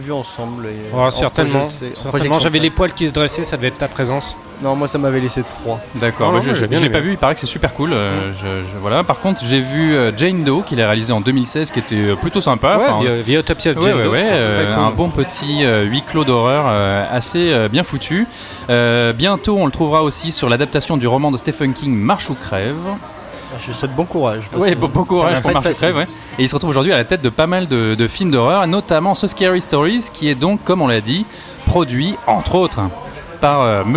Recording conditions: busy venue